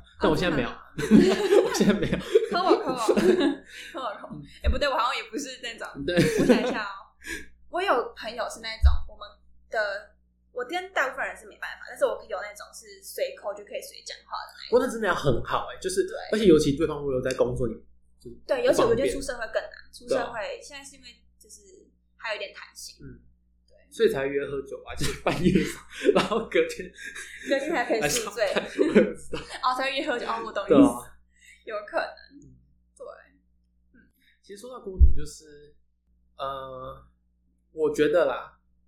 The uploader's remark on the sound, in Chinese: 這一集的音質比較不好，再麻煩你拿下耳機收聽會更合適